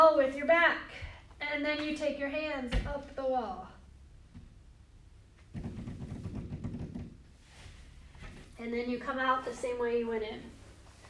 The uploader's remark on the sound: This is a live recording from a workshop